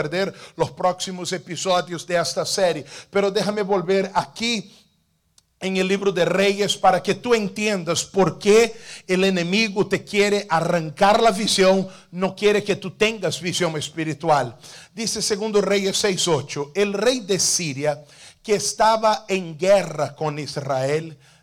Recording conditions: large echoing room